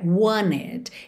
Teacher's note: Ignorou a letra T do meio dessa palavra e juntou o N no E.